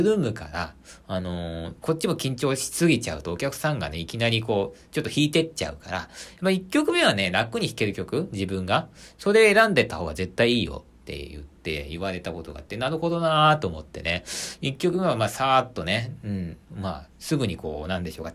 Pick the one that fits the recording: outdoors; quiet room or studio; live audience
quiet room or studio